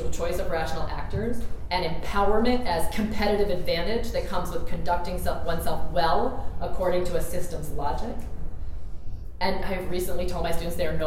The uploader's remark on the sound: This lecture was recorded on February 17, 2016 in the Pruyne Lecture Hall at Amherst College.